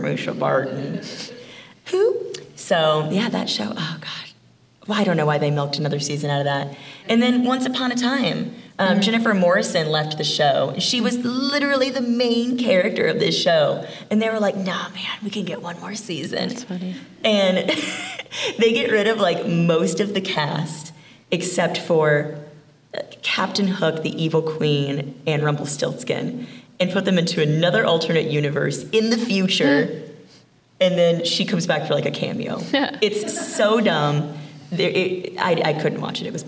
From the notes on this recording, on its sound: Live at Phoenix Fan Fusion.